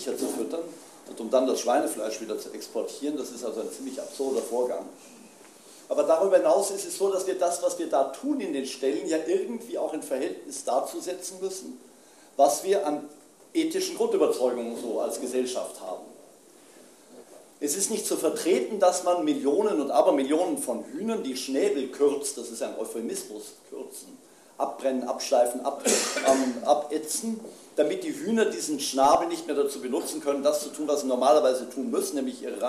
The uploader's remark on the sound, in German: Es war relativ wenig Publikum in dem hannoverschen Freizeitheim, aber alle Parteien waren der Einladung gefolgt.